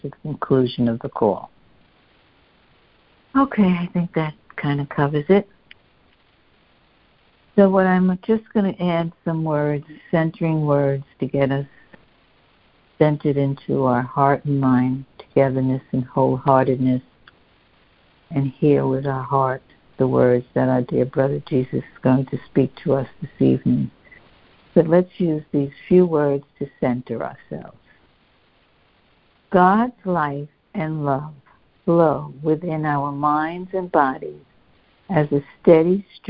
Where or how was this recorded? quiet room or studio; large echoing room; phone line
phone line